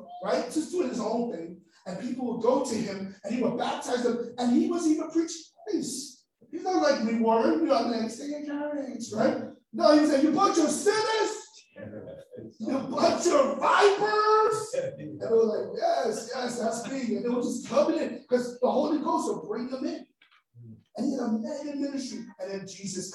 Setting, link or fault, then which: fault, poor sound quality